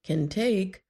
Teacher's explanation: In can take, the word take should be said a little louder and longer than can. · In the positive phrase, can take, the usual a in can is reduced to something called a schwa. The schwa sound is similar to an a sound, but weaker.